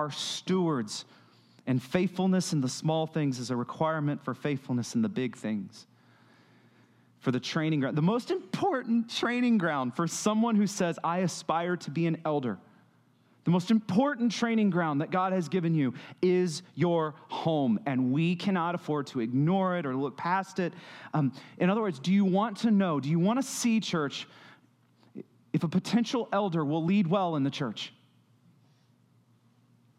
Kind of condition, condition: setting, large echoing room